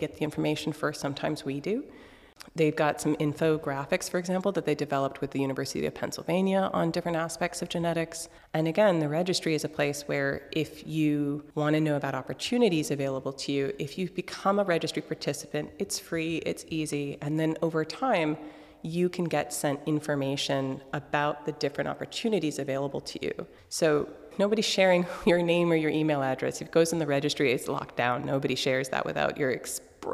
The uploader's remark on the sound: an interview we did at the International Society for Frontotemporal Dementias (ISFTD) Conference in Lille, France